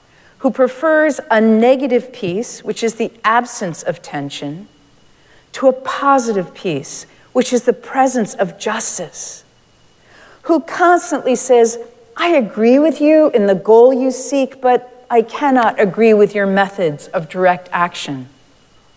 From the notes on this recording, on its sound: Recorded live at Arlington Street Church, Sunday, January 14, 2023.